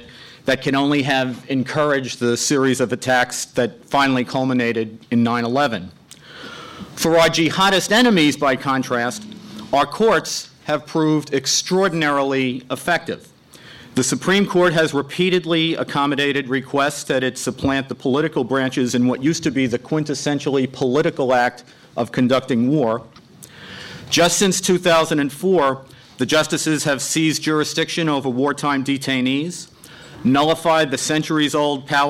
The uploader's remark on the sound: Libel Tourism, “Hate Speech,” and Political Freedom, a conference held by The New Criterion and the Foundation for Defense of Democracies.